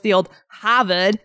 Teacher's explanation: they drop the R when it's there. So it's like they add an R when they don't have it, but they drop the R.